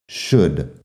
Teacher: Primero, la SH que es sh, que es un sonido que no se usa en español, luego la U corta, e. Y luego la L que no suena. Tenemos la SH, U corta y la D, la L como si nada.